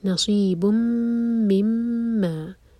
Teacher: دونوں میم پر جو ہے شدہ ہے تو دونوں میم کو ہولڈ کرنا ہوگا، غنہ کریں گے